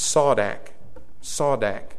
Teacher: So write this beside it, SAW-DAK. SAW-DAK, the accent being on the second syllable